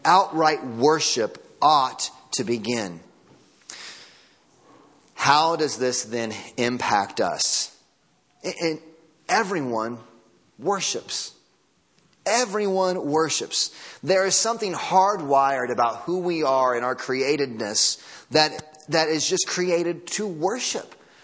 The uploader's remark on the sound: Audio from Sunday Morning Service.